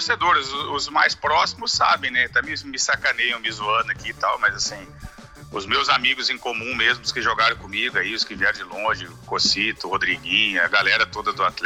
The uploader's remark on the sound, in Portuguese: E tem um bônus no final, com uma ligação "ao vivo" revelando um apelido mais recente.